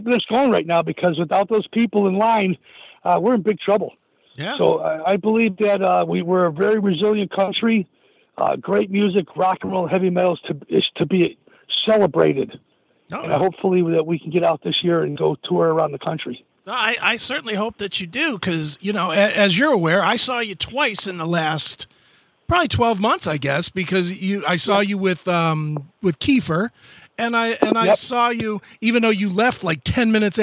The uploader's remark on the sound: called